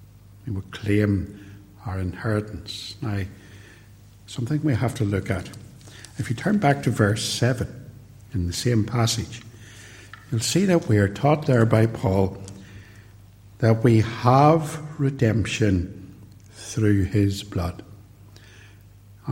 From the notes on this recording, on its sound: Preached at Ballymacashon and Templepatrick Reformed Church. Recorded at TRC and used here with their kind permission.